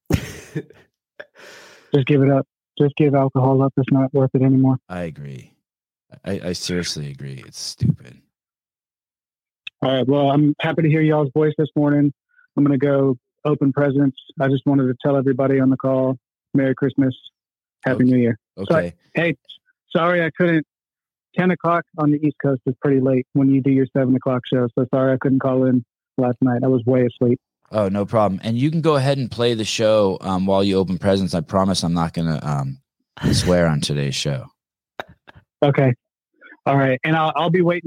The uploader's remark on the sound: LIVE CALL IN SHOW